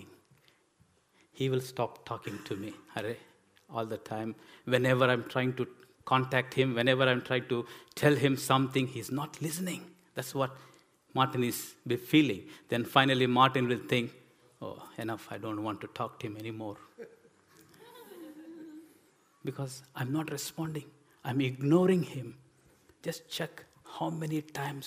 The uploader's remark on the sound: This sermon was recorded on Sunday 16th April 2023 at our Putnoe venue.